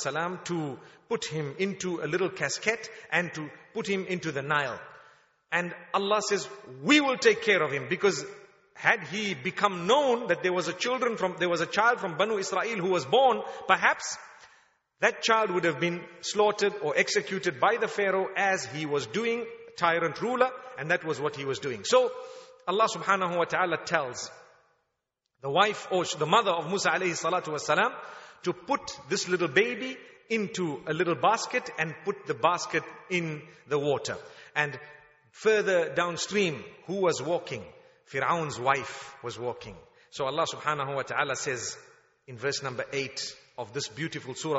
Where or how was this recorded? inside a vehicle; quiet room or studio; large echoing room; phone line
large echoing room